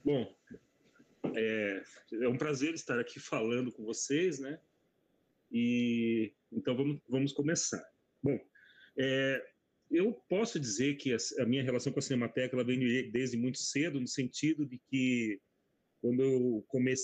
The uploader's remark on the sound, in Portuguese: Este episódio foi gravado de maneira online devido à pandemia do COVID-19.